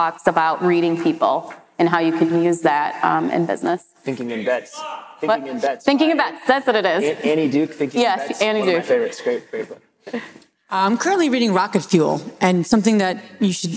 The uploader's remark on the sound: Live Host Panel from NOLA